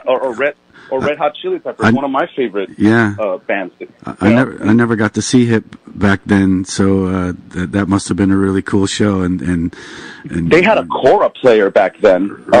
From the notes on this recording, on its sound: 96.5 WSLR Phone-In Interview. This interview was live on air on 96.5 WSLR.